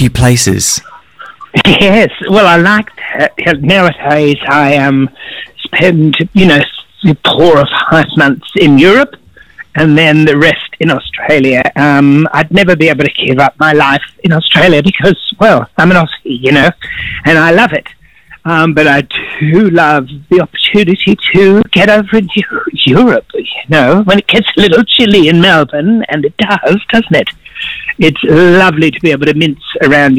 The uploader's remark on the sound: joins us on the phone from Castlemaine